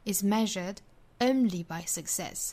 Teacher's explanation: 在 only 这个词上我们可以做重读